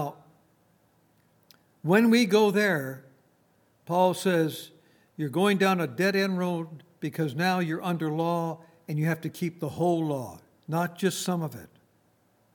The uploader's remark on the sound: At Grace Bible Fellowship in Front Royal, VA.